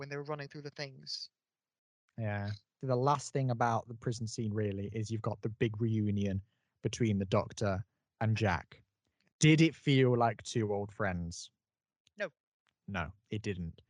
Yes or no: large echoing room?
no